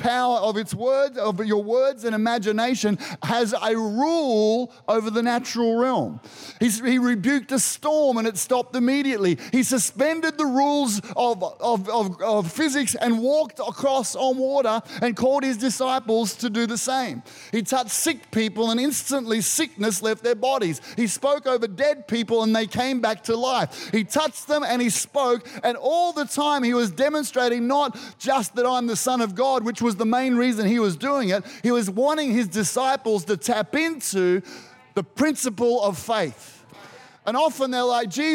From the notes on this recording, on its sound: Recorded during our 9am service.